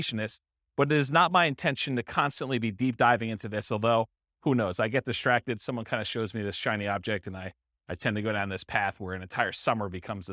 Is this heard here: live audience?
yes